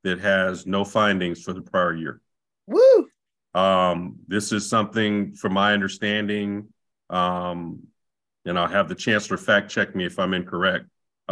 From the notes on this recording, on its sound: Board Budget and Audit Committee Meeting (originally on Zoom).